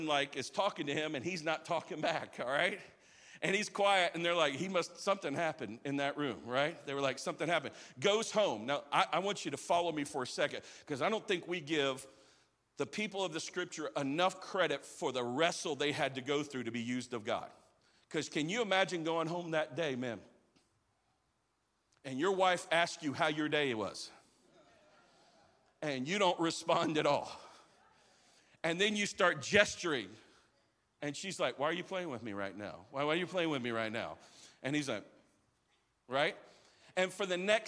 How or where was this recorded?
live audience